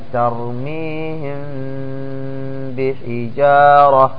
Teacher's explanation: الميم الساكنة إذا جاء بعدها الباء فإن حكمها الإخفاء، ويسمون هذا إخفاء شفوي، فشفوي لأنه يخرج من الشفتين